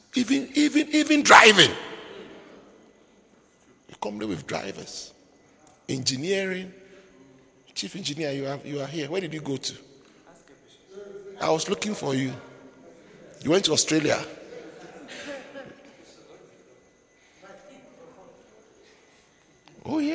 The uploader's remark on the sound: Preached at the Midweek Servants Armed & Trained Service, Windhoek Namibia